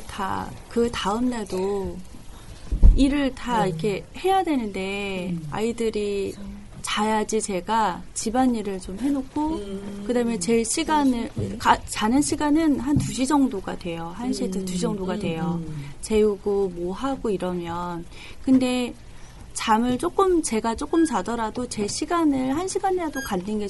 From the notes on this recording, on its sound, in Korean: 인터넷라디오 방송이 시작된이래 최고로 많은 인원이 최고로 시끌거리는 녹음을 무사히 마쳤습니다. 진관동 은빛초등학교에 다니고 있는 학생들과 학부모님들이 방학을 맞아 특별한 추억을 만들고자 방송국을 찾았는데요. 녹음실은 그야말로 폭풍의 현장이었습니다.